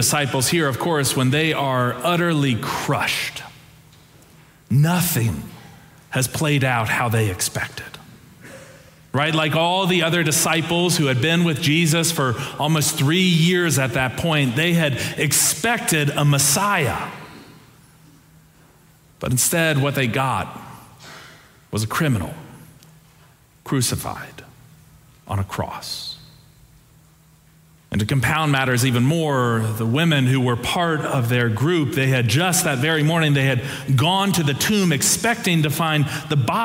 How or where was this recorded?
large echoing room